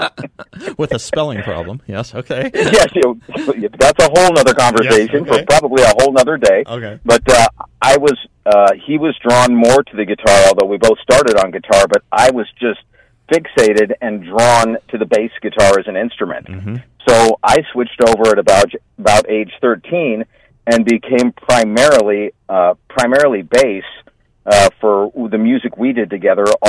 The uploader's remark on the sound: by phone